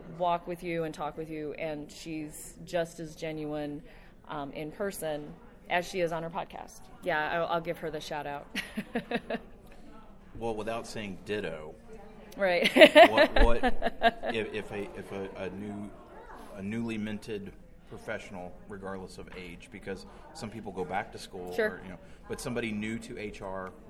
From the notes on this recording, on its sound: sat down face to face with a microphone LIVE from SHRM18 in Chicago, IL!